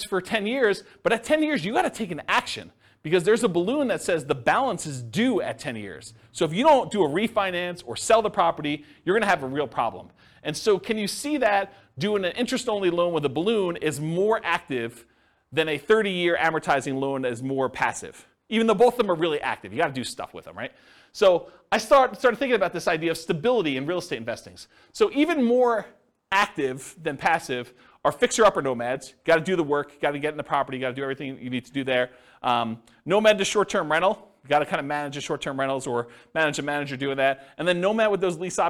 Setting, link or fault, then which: setting, live audience